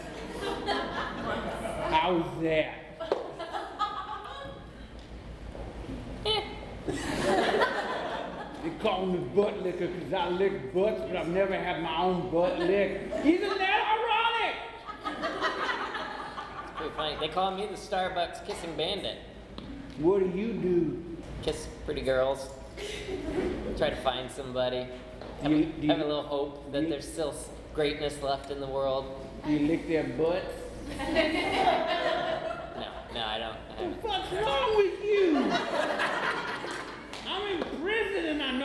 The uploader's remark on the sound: 2016 Oktoberfest (Live). Live, uncensored, and completely improvised episode recorded last year at our soon-to-be-annual Oktoberfest show.